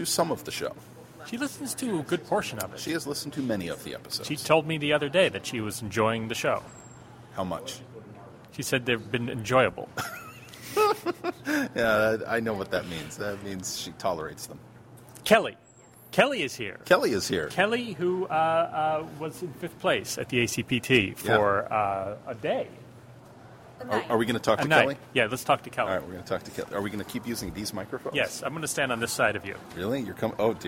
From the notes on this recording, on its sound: We might sound a little like our heads are in a toilet, but we promise, it’s just a Honda Fit.